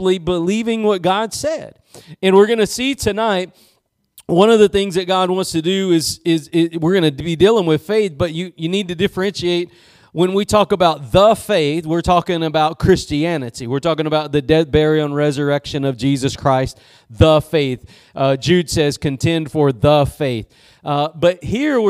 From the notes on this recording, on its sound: Preached at Gospel Lighthouse in Bossier City, La.